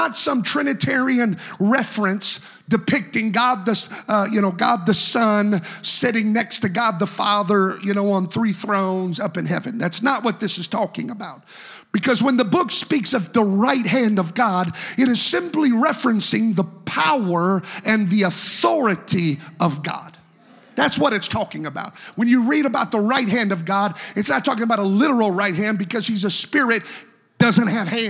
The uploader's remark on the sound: a service recording from Connect Point UPC